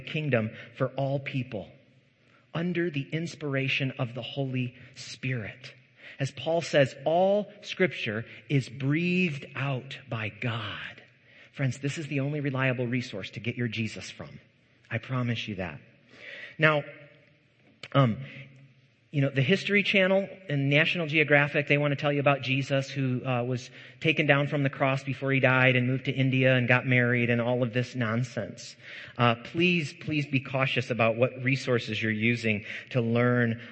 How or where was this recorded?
large echoing room